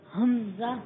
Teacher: حمزہ اور ہا حلق کے نیچے والے حصے سے